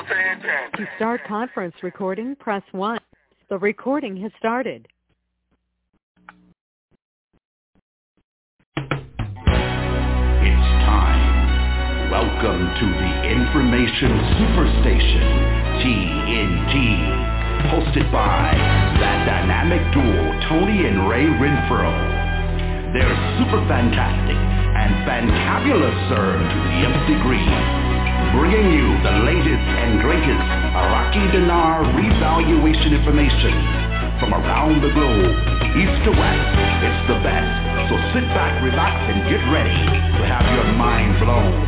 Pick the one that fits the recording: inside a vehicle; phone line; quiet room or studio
phone line